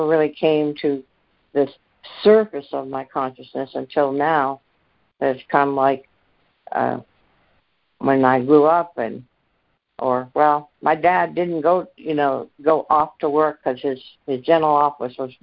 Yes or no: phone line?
yes